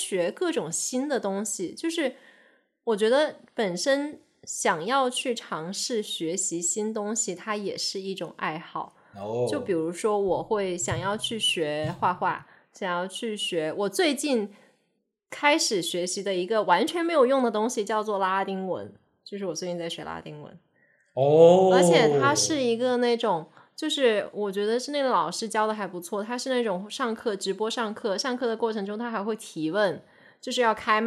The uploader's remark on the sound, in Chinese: 录制节目的时候由于场地原因，回音较大，请大家多担待。